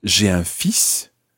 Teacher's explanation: that's three words there, although it almost sounds just like two syllables